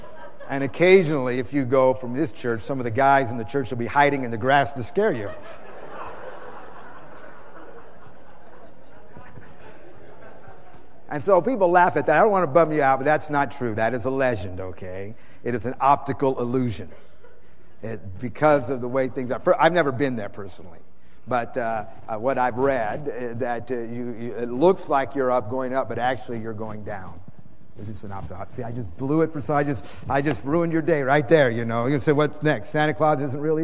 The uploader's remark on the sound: Preached in San Antonio TX OCTOBER 2006